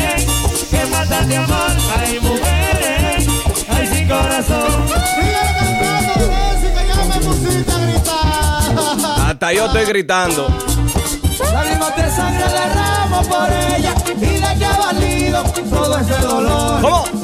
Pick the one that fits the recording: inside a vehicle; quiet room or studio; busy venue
busy venue